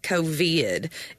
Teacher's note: it's the emphasis on the vid